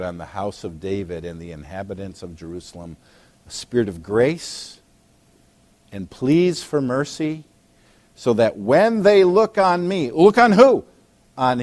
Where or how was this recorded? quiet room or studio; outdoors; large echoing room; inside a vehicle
large echoing room